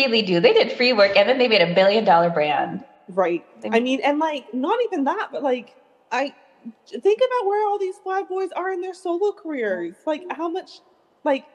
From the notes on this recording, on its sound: We would apologize for the technical glitches